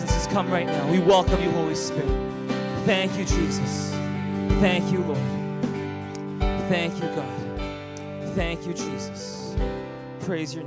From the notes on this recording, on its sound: Recorded on February 25, 2018 at THRIVE Church Vancouver, Canada